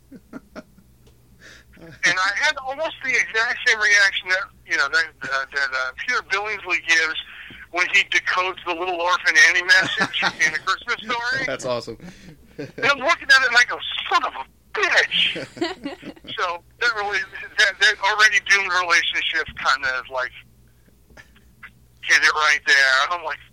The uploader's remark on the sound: Call in's with holiday angst.